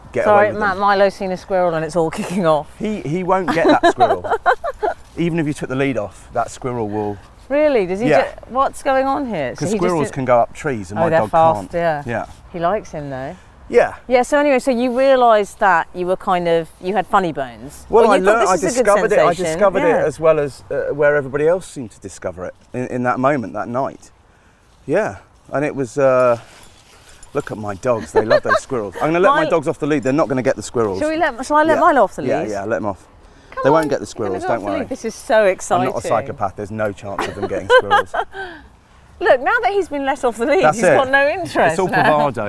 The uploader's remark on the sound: a ramble on Hampstead Heath